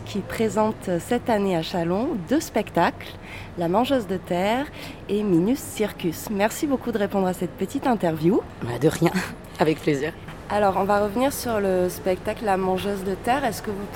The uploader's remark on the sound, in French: Nous sommes parties au festival des arts de rue : Chalon dans la rue, à la recherche de spectacles féministes.